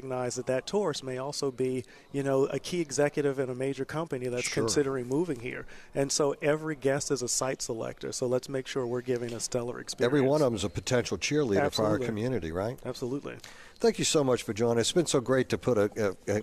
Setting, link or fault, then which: setting, busy venue